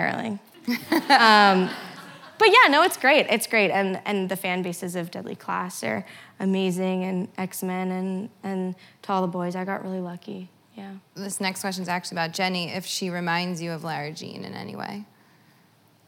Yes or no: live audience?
yes